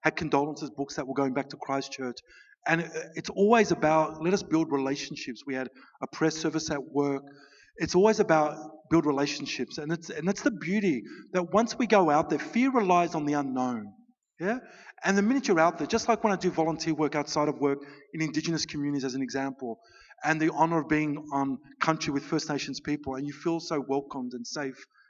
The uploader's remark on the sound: At the 2019 Newcastle Writers Festival